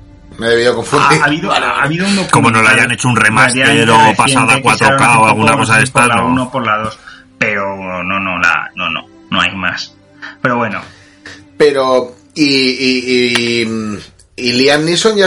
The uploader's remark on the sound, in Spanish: En este nuevo PEC y primero grabado en cuarentena online (por eso la calidad no sera la de siempre).